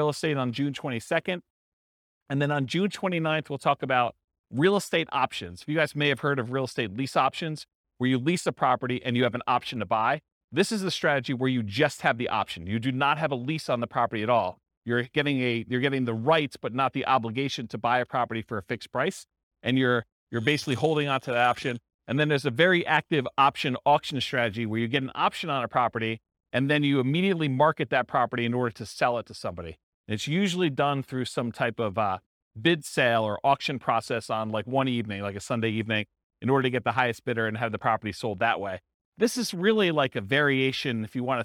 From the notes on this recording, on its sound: This was a live class recorded.